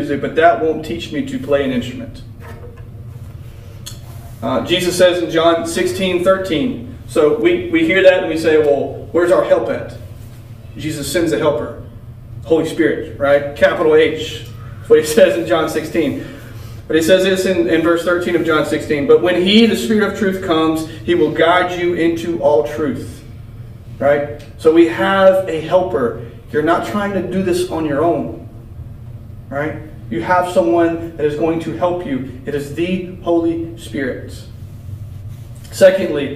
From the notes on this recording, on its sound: This is a recording of the lesson for the youth at Wellford Church.